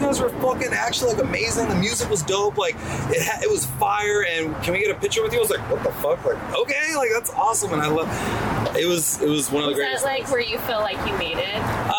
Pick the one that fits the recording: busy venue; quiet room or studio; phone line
busy venue